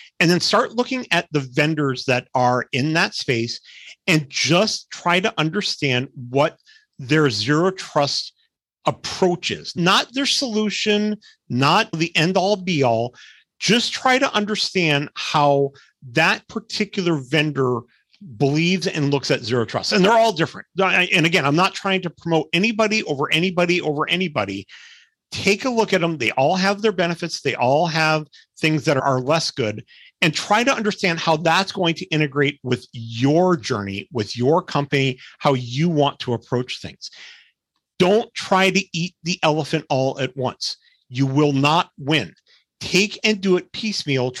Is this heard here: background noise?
no